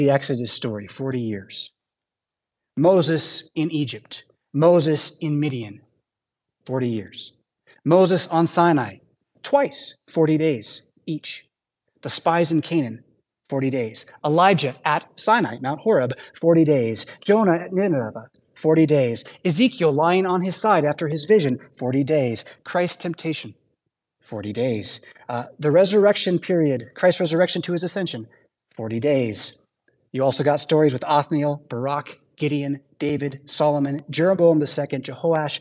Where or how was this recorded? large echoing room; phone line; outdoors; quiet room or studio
large echoing room